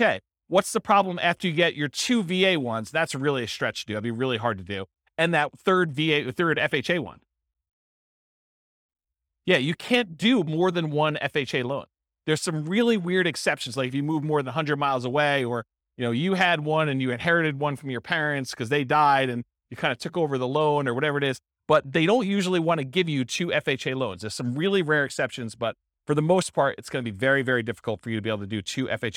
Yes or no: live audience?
yes